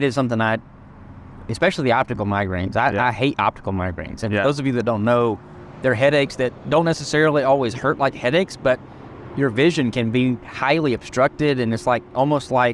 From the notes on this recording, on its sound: We chose to chat over a nice cup of iced coffee outside one of our local coffee shops on this warm Spring afternoon. With birds chirping, engines roaring, and people socializing around us.